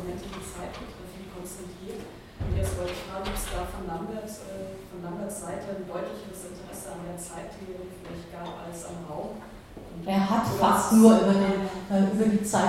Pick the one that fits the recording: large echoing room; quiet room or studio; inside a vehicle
large echoing room